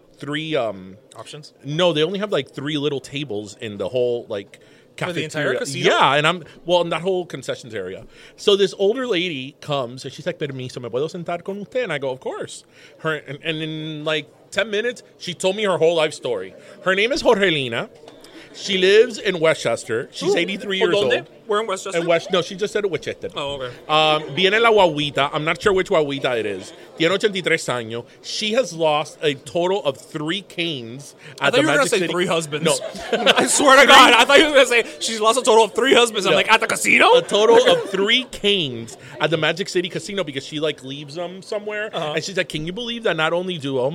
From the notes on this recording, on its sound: We’re Live from the Burger Museum. We’re still gonna be stuffed from all the food we ate at this recording.